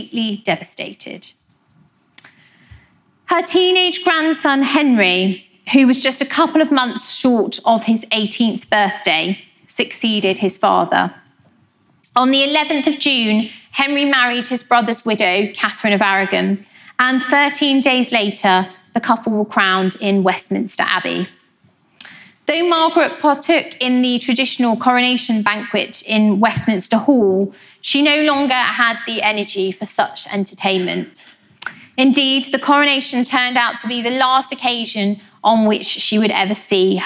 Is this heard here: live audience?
yes